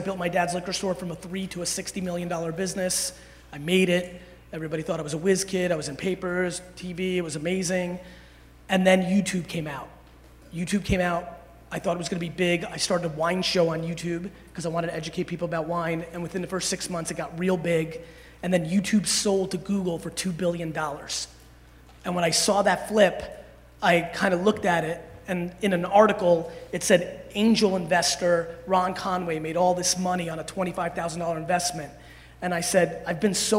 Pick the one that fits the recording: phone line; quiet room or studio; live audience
live audience